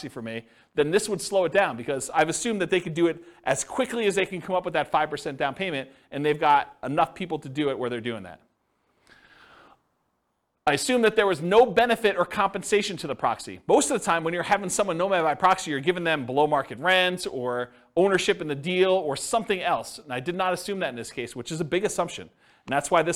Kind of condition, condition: setting, live audience